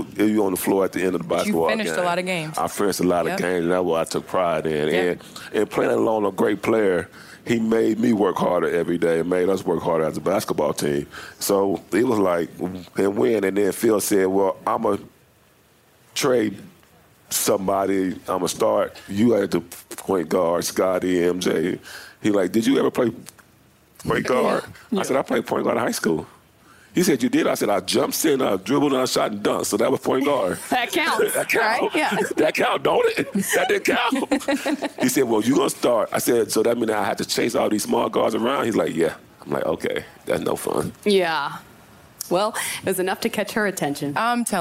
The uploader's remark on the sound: Live from NBA All-Star. We are LIVE from the House of Blues for NBA All-Star weekend in Chicago!